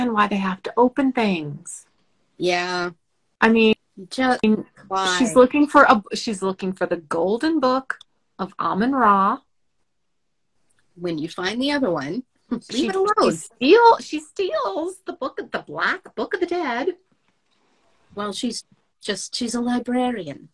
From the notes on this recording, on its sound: recording our first Instagram LIVE